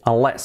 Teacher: Unless, con el acento en la E.